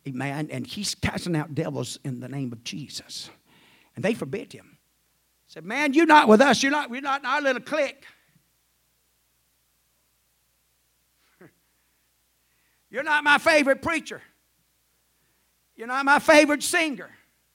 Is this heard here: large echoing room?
yes